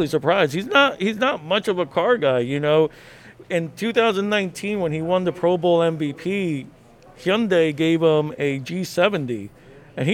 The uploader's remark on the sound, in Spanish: Woodmoor Market Special. Live #eventoenvivo.